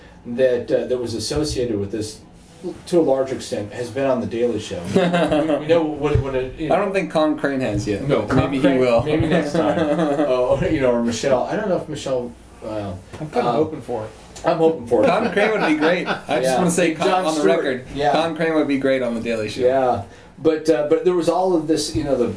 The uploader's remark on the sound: at the Jefferson Hotel bar here in Washington, DC.